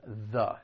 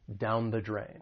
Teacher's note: the article is going to be pronounced with that schwa sound, the. It's that weaker sound, down the drain.